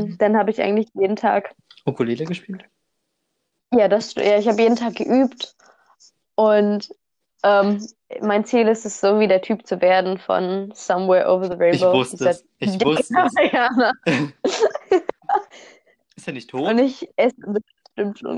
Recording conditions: drop-outs